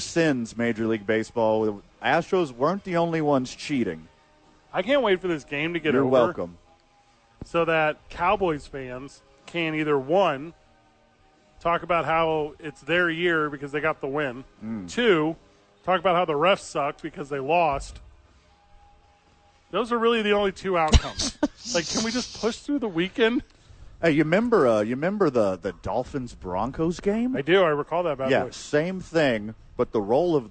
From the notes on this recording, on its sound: live from Safe House!